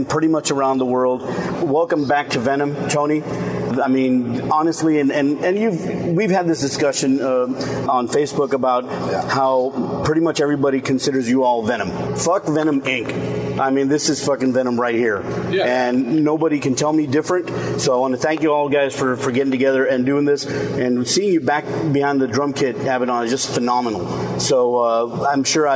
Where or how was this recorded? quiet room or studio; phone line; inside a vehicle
inside a vehicle